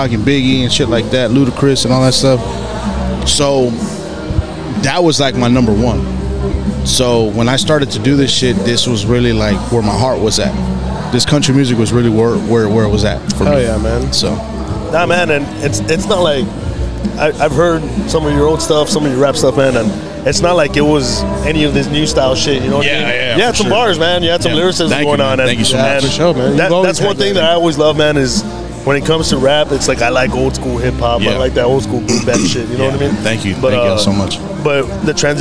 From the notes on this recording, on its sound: live from Beer Fest '23 at The Moon Rock in Harlingen, Tx.